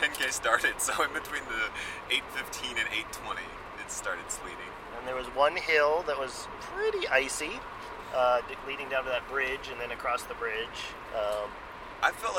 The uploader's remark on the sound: Sorry about the sound quality: we recorded this in a car racing down the highway while sleet poured down. Recorded just after we finished the first race: the Cupid's Love Dash 5K, held in Highland Park, Illinois.